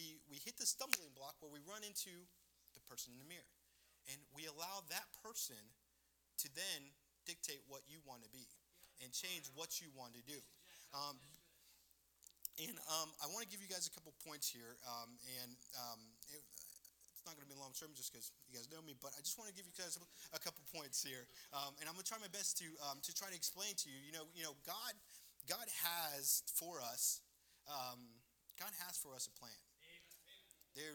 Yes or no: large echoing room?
yes